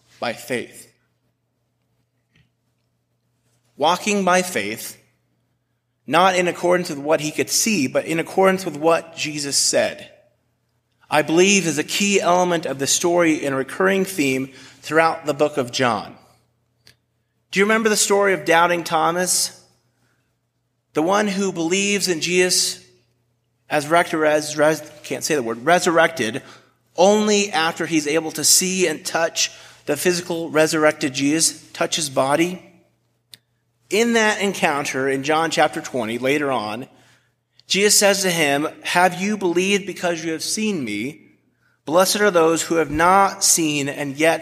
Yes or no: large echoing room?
yes